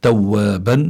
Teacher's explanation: هون عنا مد العوض، يعني عوض عن التنوين بالألف. فإذا الإنسان لابد أن يقف بالمد ومد حركتين فقط، توابا، نعم.